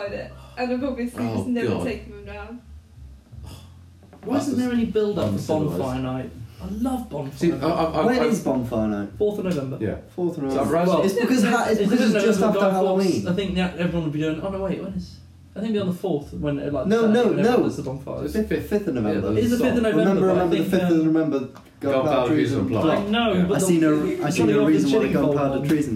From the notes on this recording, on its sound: we don't know why the audio is so bad